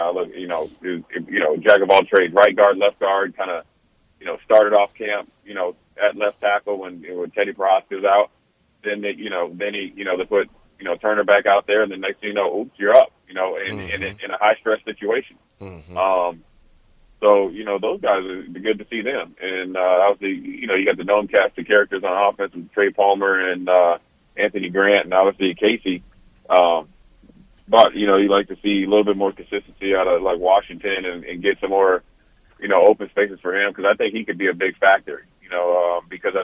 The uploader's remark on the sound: joins over the phone